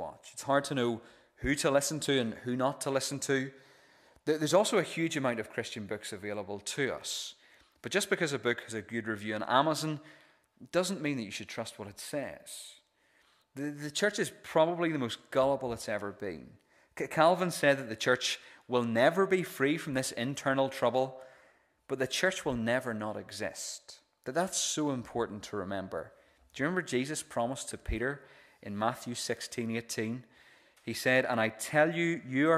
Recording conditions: large echoing room